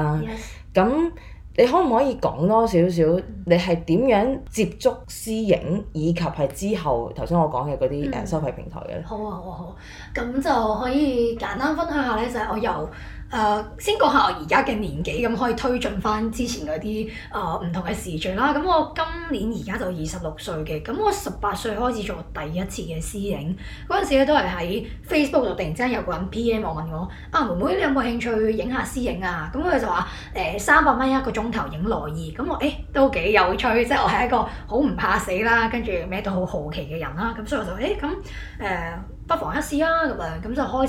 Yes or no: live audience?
no